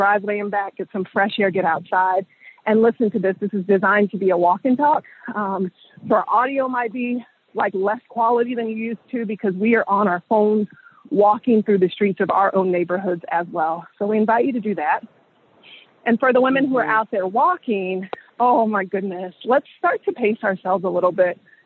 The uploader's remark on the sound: hop on the phone and take a walk